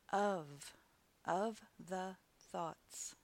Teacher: The has a voiced TH sound.